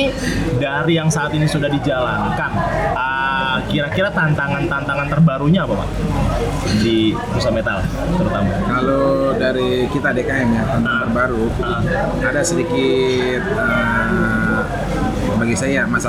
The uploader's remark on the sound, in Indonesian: Live Report Temu DKM 2 2023 direkam langsung di sela-sela acara pada 6-7 Oktober 2023 di Grand Mulya Hotel, Sentul Bogor.